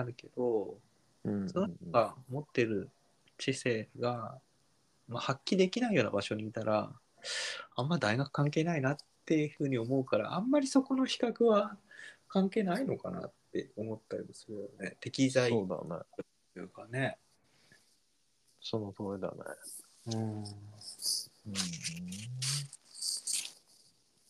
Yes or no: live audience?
no